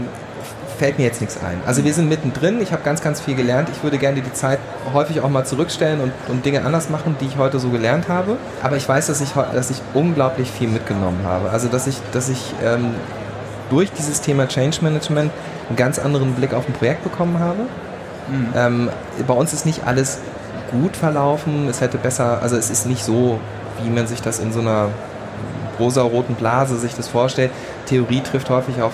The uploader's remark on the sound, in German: Diesen Podcast haben wir live auf der OMR in Hamburg